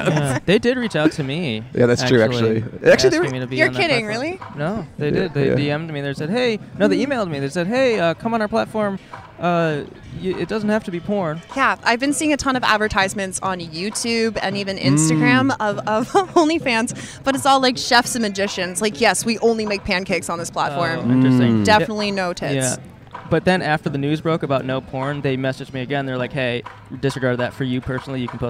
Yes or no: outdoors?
yes